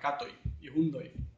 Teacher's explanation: una J, que es una semiconsonante, que sí, funciona como una Y en castellano